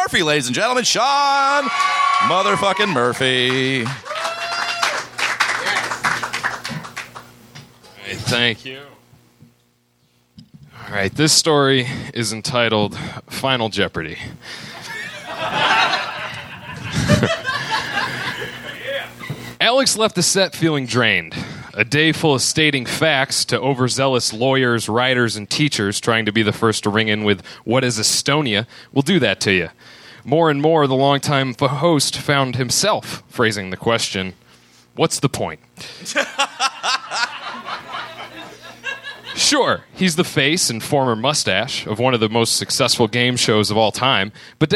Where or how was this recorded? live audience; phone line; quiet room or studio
live audience